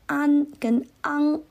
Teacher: 他们都发成了安，它少了个鼻音 · Term: 懒音